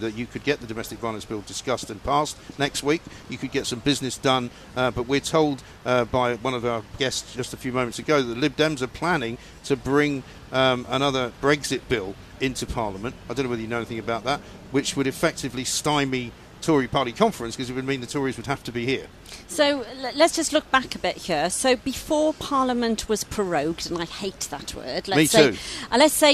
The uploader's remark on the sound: live from College Green